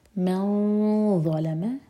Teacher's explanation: من پر غنہ اور مد تبعی دو حرکہ لمبا، من ظلم ضا کے لیے اخفا تو منہ بھر کر اخفا کریں گے